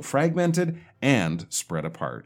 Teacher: put a stress on the and in between those things